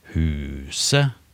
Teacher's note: Den starter på en, eh, en, en låg tone, og så stiger den · Term: tonelag én